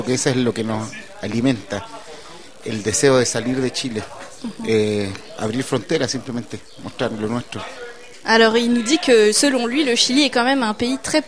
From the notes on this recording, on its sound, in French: Lors de leur passage au Festival d'été de Québec, sur les ondes de CKRL 89,1 en direct du bar Le Sacrilège.